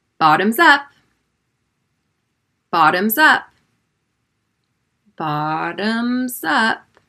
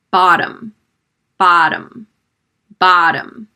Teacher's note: Notice how the double T in the middle sounds like a D sound.